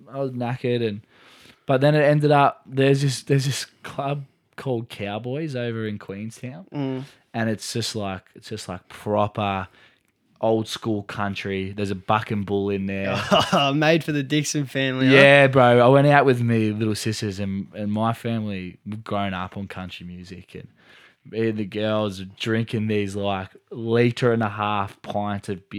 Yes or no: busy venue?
no